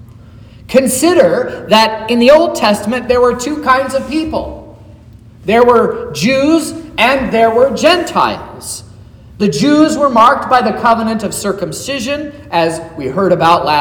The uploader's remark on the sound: sermon preached at Trinity Lutheran Church in Vallonia, Indiana, on Saturday, January 6th, 2024